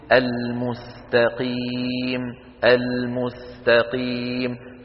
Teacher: فالقاف مفخمة نعم، ولكن التاء التي قبلها مرققة، السين التي قبل التاء أيضا مرققة · Term: تخليص الحروف